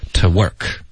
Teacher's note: to 我们会弱读成一个 t 的音